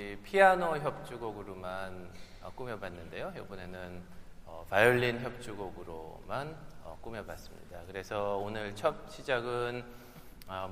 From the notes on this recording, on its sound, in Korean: 토요콘서트 실황.